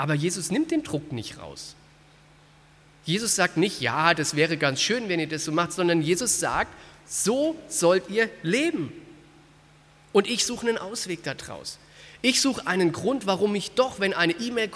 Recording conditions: large echoing room